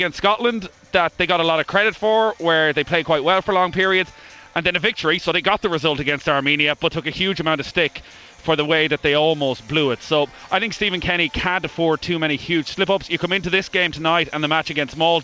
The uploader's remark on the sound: LIVE from the Aviva Stadium